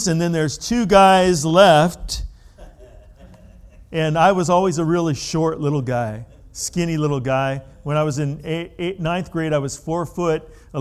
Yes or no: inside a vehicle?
no